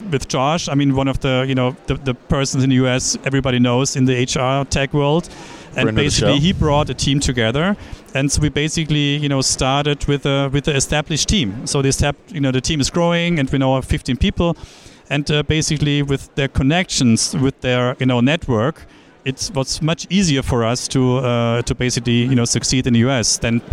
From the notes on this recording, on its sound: Enjoy this one, live from UNLEASHworld in Paris.